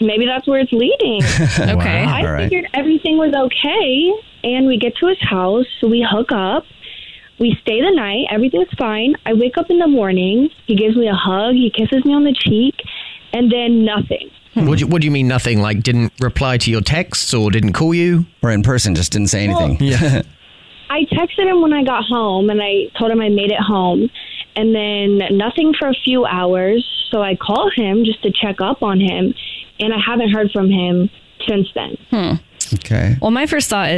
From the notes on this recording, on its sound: We get that other person on the phone